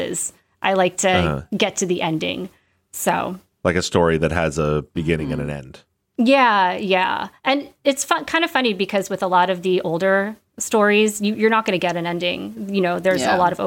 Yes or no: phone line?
no